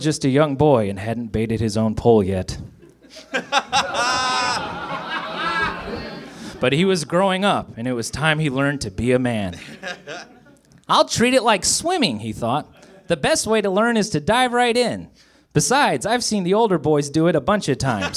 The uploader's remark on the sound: Recorded live at the Nerdmelt Theater in Los Angeles on February 18, 2014.